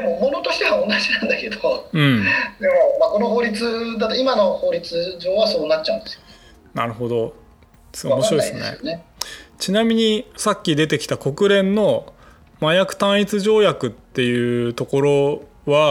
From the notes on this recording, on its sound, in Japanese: 収録はzoomを活用して遠隔で行いました。音声が聞きづらい部分がある点、ご了承ください。